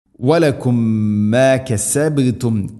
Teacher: സാകിന മീമിന് ശേഷം മീം ഇദ്ഗാമു തമാഥിലൈൻ, ഇവിടെ മീമിനെ അടുത്ത മീമിലേക്ക് കൂട്ടി ലയിപ്പിച്ച് മണിച്ചുകൊണ്ടുച്ചരിക്കണം. വലക്കും മാ കസബ്തും കസബ് ബാ ശരിക്കും കേൾക്കണം.